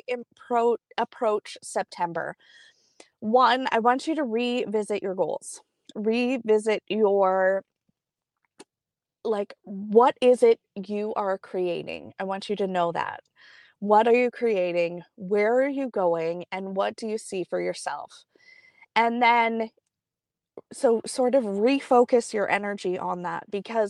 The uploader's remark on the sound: straight from the car in the arena parking lot